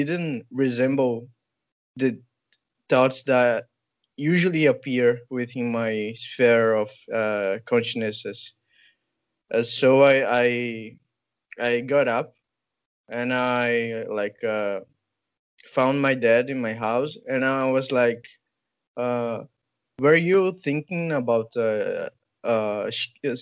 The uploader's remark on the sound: skype calls on this channel